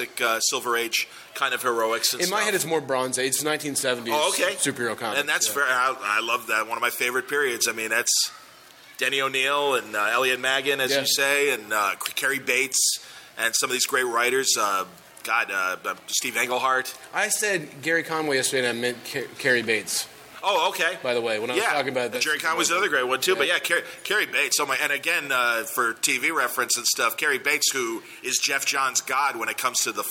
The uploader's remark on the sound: The Batman V Superman Panel from Cincy Comicon.